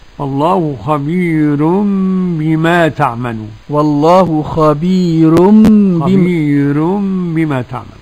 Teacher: قرأ ورش بترقيق الراء